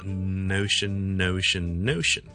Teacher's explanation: 空气就系选择从个鼻出而唔从个口出啦。俾个例子大家，我读 N 音嘅时候咧。条脷尖系封住咗个口嘅，OK，空气从个鼻出，声带发生震动，呢、这个就叫做一个鼻音。如果我读 n 下嘅时候，我捻住咗个鼻咧，大家就会听到会塞住咗个声音，听住咯，出唔到声啦。咁呢个咧就系、是、一个鼻音啦。同 l 音最大嘅分别就系、是、n 系一个鼻孔出声。出空气嘅一个音，OK，L M 系一个 oral sound 口出嘅，咁所以我哋读譬如 no 啦，N O 啦，或者 K N